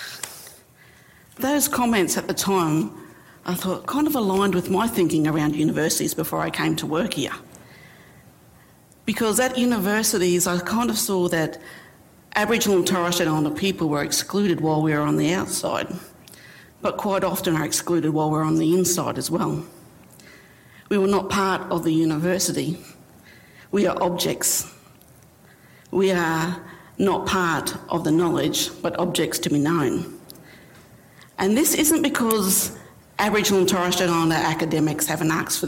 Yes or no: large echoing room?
yes